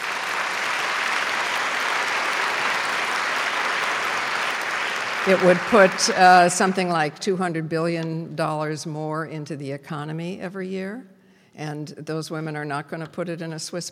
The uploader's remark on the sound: Was invited back to her alma mater Smith College to be part of the 2016 Presidential Colloquium. To a packed audience. This lecture was recorded on March 28th, 2016 at John M.